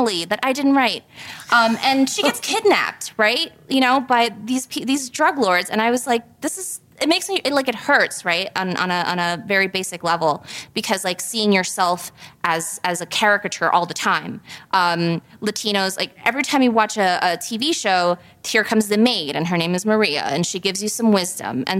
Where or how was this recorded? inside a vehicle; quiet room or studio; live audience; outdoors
live audience